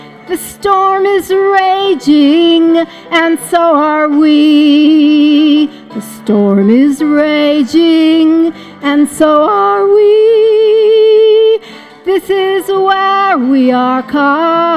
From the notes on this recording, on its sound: WFMP pulled volunteers, supporters, and friends of the station together for a special celebration. Listen in to hear a recording of our live broadcast from the party.